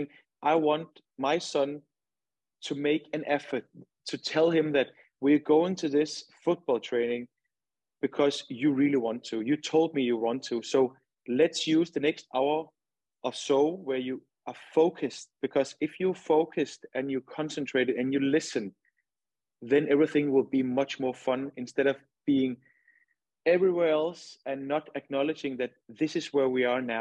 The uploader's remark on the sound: MindReady hosted a webinar in partnership with the Houston Dynamo.